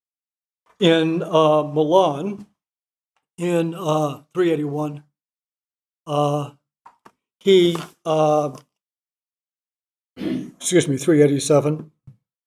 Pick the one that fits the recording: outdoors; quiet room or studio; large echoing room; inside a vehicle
large echoing room